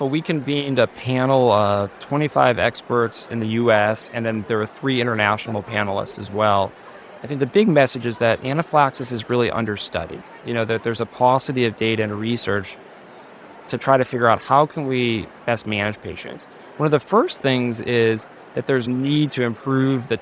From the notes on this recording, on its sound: at the Pediatric Academic Societies (PAS) meeting in Washington, DC, where we spoke with him